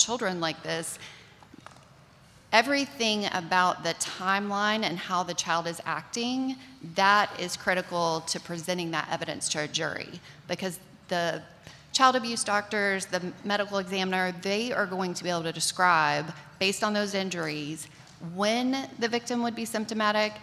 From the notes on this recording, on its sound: This episode was recorded live at Magnet User Summit in Nashville Tennessee.